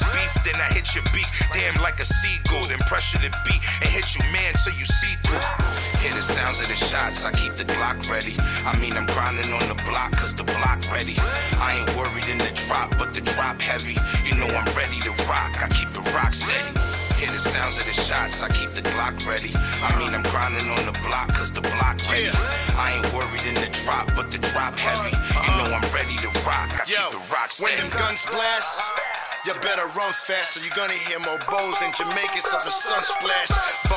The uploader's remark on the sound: live at the Military Grind Ten Tape Concert